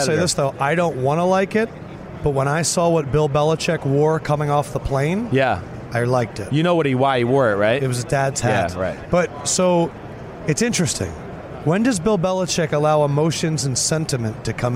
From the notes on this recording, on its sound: from Radio Row